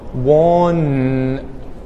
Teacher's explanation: it vibrates because even though I'm saying an N, which is a consonant, it's still a vocalized sound